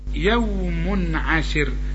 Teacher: هذا حروف مرققة، يوم عسر، تنوين بعد عين، العين بقى من حروف الإظهار ما تغنش، يوم عسر. عسر الراء هنا مرققة عند الوقف، ولازم حنوقف لأن دي في نهاية آية، لكن عند الوصل مضمومة بقى مفخمة.